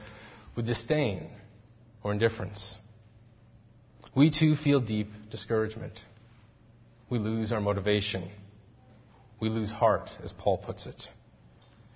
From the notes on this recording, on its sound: Faith Presbyterian Church – Evening Service